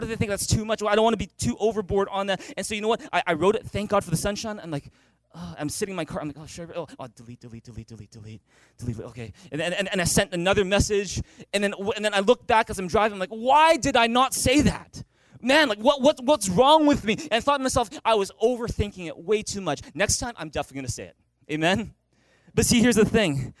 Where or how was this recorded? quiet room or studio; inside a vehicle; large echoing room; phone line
large echoing room